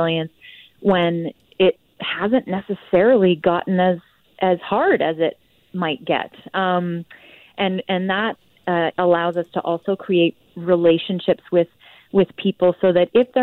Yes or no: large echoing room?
no